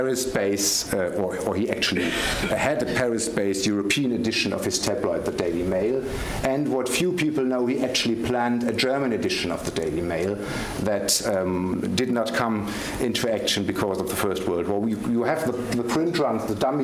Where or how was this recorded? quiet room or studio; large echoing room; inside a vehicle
large echoing room